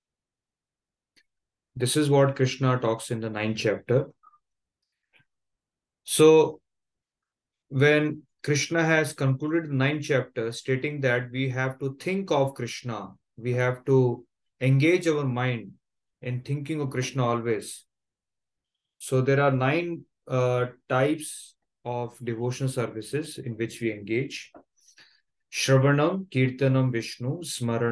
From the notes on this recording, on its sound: Zoom recorded class